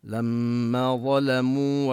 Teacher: ظلموا ضاء مفخمة واللام مرققة برواية حفص